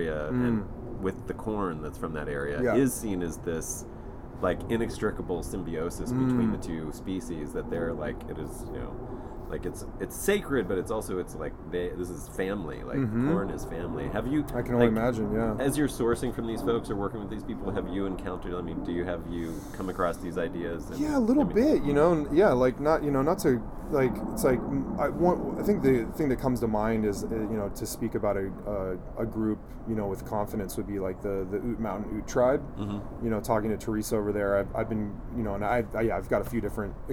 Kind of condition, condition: setting, outdoors